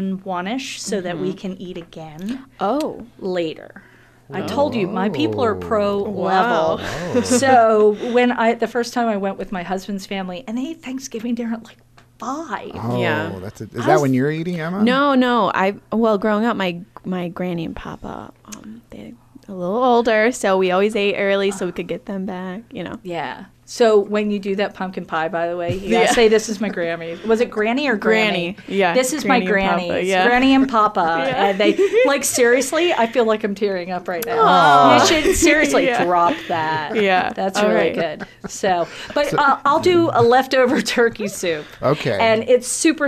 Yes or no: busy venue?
no